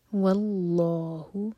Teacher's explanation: یہاں پر اللہ تعالیٰ کے نام میں جو لام ہے اس کو ہیوی پڑھیں گے